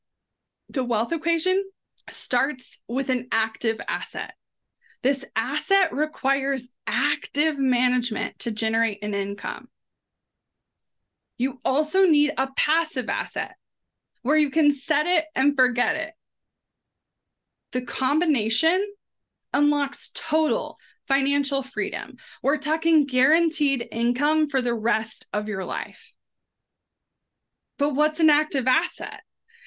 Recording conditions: video call